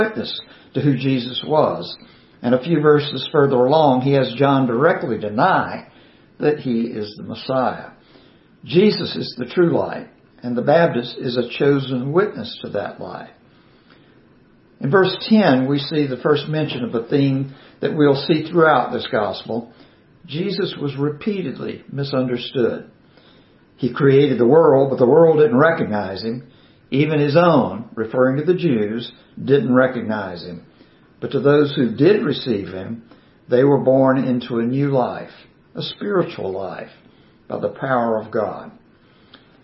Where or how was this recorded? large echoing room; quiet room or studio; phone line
large echoing room